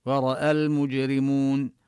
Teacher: رأى نفخم الراء، أما الواو والهمزة حرفان مرققان مستفلان، وهي الراء يعني أحيانا تفخم وأحيانا ترقق، لكن كما بينا إذا كانت مفتوحة أو مضمومة فهي في حال التفخيم.